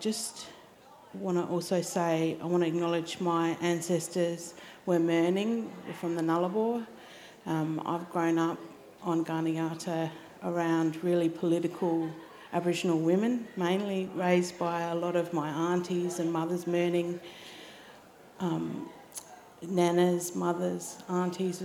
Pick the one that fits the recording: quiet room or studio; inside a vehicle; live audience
live audience